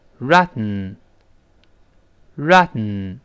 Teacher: 腔爆破发生，也就是由 Rotten 读成 Rotten。Rotten。读完 Ra 之后呢，我要读那个 ten 的那个 t，但是舌尖顶在上牙膛上就不动了，就没有爆破这个 t，而是鼻子出气儿